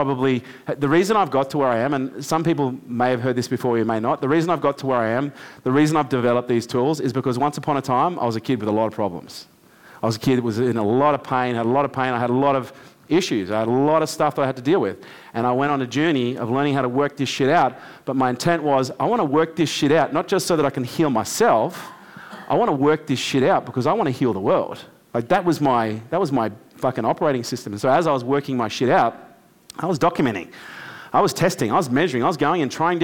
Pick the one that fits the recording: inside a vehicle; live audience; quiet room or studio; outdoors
live audience